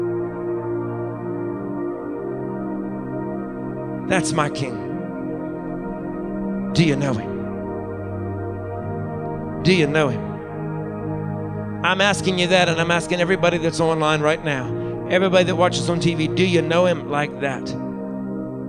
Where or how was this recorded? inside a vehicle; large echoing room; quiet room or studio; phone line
large echoing room